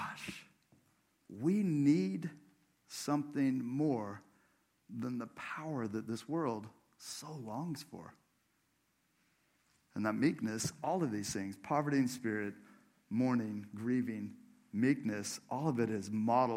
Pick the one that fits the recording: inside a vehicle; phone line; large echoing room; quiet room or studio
large echoing room